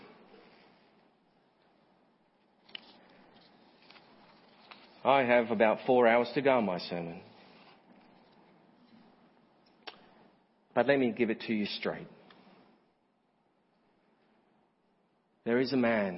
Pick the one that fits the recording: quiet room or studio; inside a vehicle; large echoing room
large echoing room